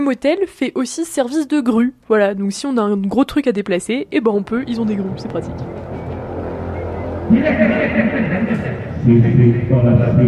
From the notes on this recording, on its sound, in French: Feu de camp sur l'Altiplano, en Bolivie à vélo. Des volcans de Sajama aux villages en fête. Evidemment, tous les sons que vous entendez ont été enregistrés pendant ce voyage.